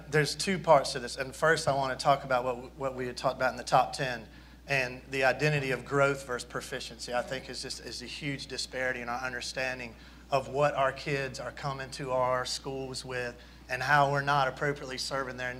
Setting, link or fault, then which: setting, busy venue